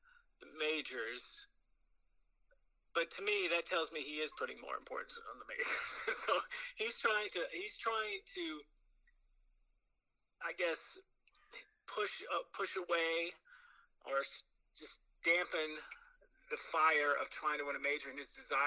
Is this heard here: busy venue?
no